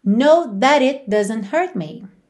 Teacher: De novo, olha só as consoantes oclusivas pintadinhas de vermelho, com exceção do último T de that, que vira rarara pra emendar na vogal I de it